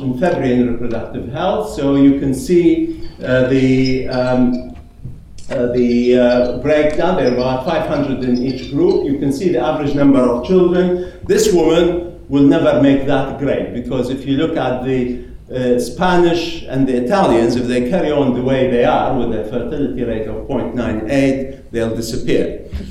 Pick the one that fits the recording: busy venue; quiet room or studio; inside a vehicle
busy venue